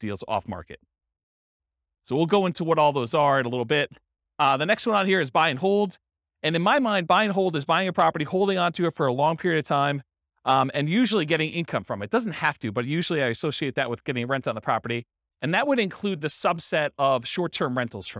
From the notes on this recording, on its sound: This was a live class recorded. Berkeley, California.